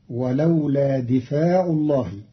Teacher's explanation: قرأ قالون كلمة دفع بكسر الدال وفتح الفاء بعدها فتصير ولولا دفاع الله، على أنه مصدر دافع كقاتل قتالا.